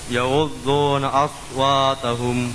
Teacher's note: As, ada desis, ada sofir.